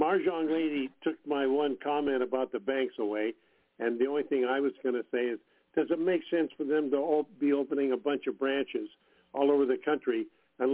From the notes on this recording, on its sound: TNTSuperfantastic Conference Call